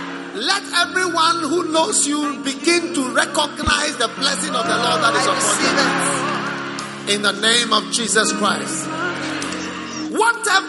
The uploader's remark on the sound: Preached at the Prophetic Encounter Service.